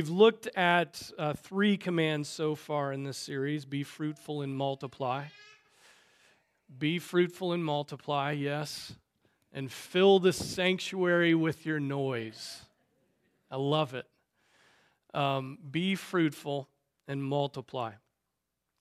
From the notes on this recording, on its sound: Preached on February 11, 2024 at Trinity Presbyterian Church